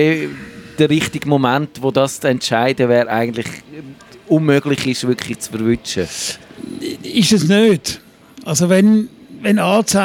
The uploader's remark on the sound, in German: live aus der Music Esse Bar, man vom nahen Bahnhof her das pulsierende Leben hört